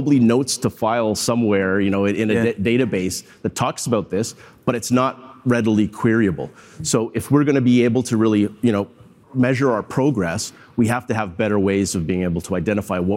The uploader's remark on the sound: participated in a panel at the IBM THINK conference